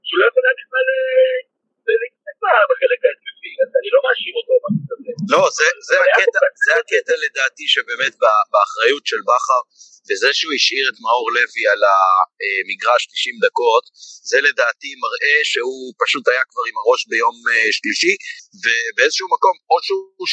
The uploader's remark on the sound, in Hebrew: הוקלט במכוניות בדרך חזרה מהמשחק